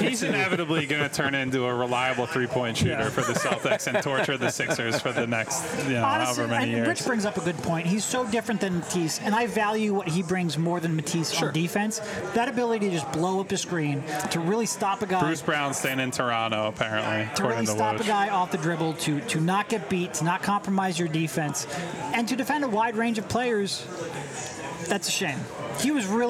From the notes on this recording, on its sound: LIVE from The Chicken or the Egg in Marlton, NJ.